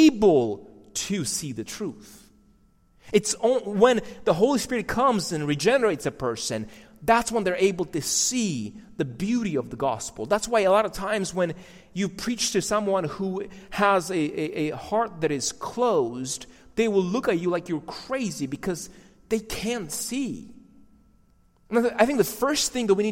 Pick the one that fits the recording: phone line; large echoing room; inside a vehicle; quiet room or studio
large echoing room